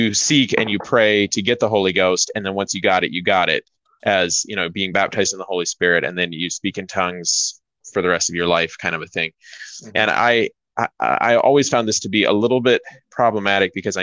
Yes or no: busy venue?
no